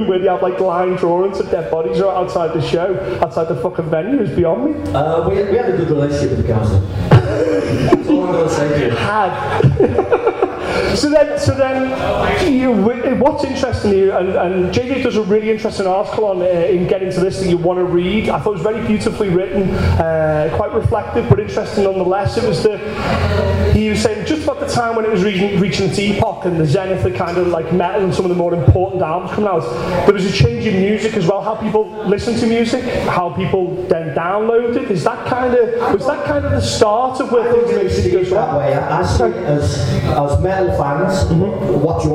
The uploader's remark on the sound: Comes live from EBGB's in Liverpool. Yes the sound isn't amazing, see it like one of those 80's demos a punk band recorded in their garage.